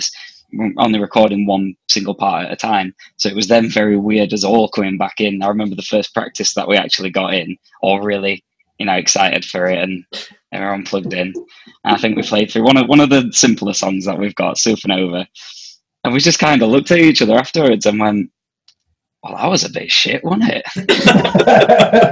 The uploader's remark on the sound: Recorded on Zoom.